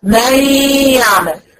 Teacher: بشيل النون وكاني هقول بعد الميم ياء · Term: الادغام بغنه